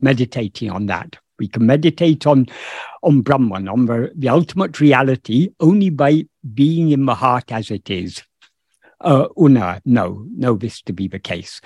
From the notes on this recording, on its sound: In a Zoom meeting with Sri Ramana Center, Houston, on 5th November 2022